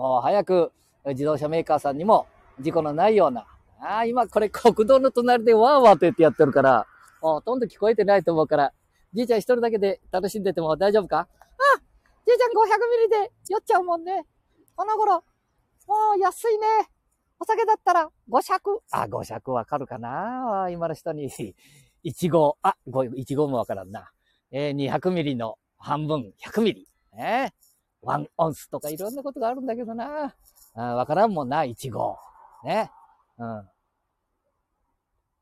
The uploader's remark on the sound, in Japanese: 街さんぽ LIVE